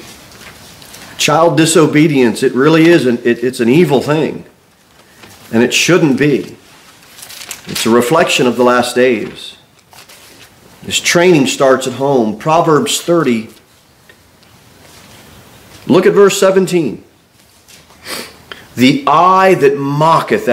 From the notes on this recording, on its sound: Sermon delivered at Pilgrim Baptist Church on Sunday, December 3, 2023, at 2-15 pm. Jere Whitson Rd. Cookeville, TN 38501.